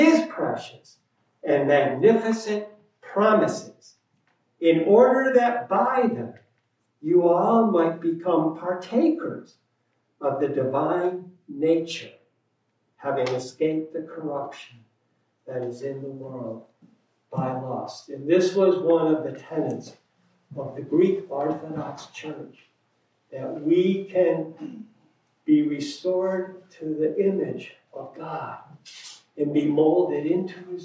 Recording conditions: large echoing room